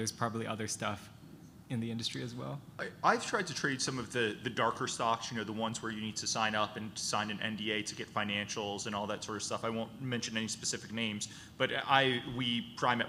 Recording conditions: busy venue